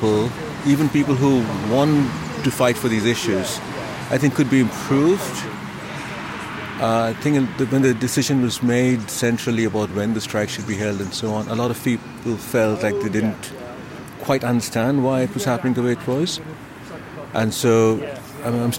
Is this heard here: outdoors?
yes